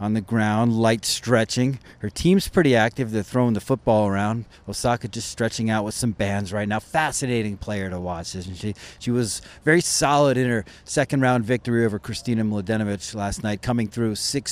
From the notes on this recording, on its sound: live at the BNP Paribas Open, staring down from Stadium 4 bleachers